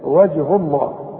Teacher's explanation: ما دام اله مضمومه بنفخم لفظ الجلاله